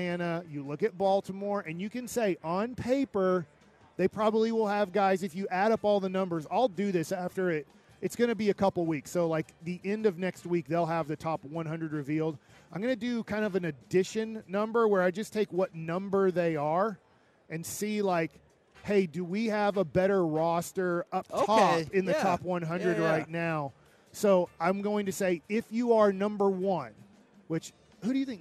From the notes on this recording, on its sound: LIVE from Radio Row in Las Vegas!